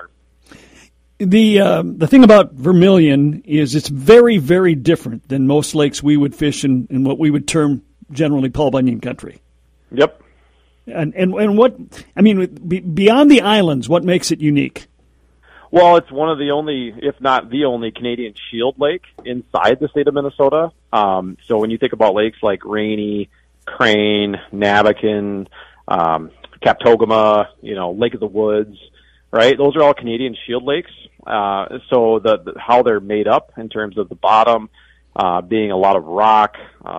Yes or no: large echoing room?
no